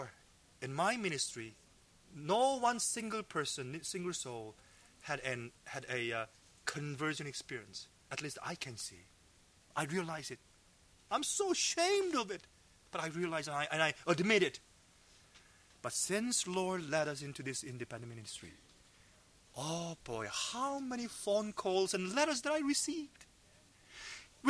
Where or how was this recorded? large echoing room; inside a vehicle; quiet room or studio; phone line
large echoing room